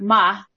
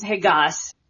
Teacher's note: he takes off the last part of the vowel, which is very typical traditional old South. And it's sort of just deleted, so we call it a monophthonization. · Term: I monophthonization